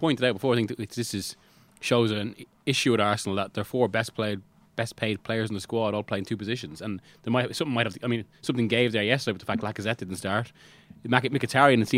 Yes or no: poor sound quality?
no